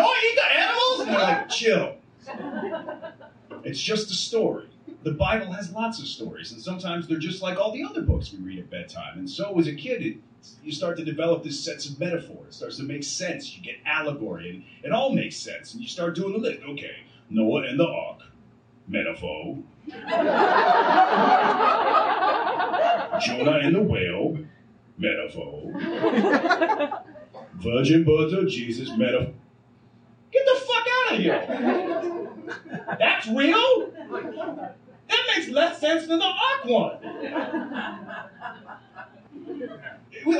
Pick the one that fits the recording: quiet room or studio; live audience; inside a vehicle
live audience